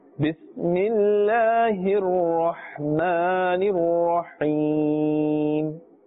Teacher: Not Rahman, not Rahim. Rahman, Rah must be pronounced with the full mouth because it has a fatha above it.